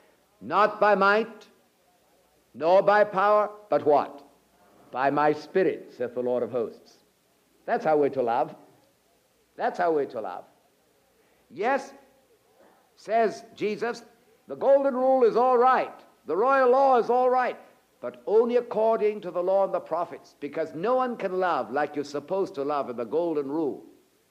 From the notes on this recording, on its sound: Presented at Moody Keswick Bible Conference 1984.